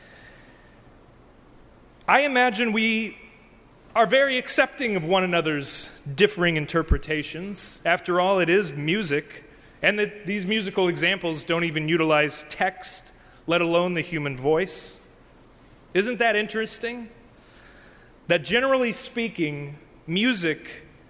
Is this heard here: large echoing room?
yes